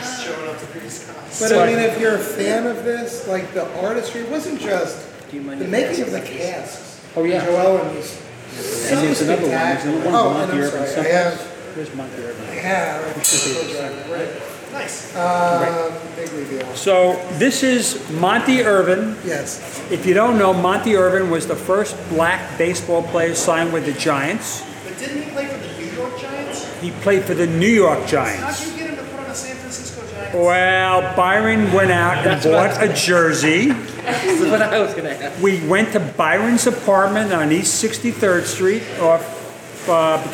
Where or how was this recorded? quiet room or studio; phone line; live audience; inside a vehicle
live audience